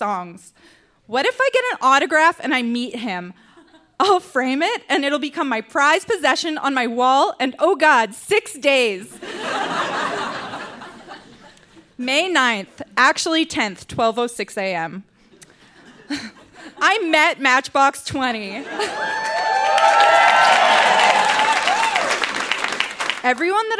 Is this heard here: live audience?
yes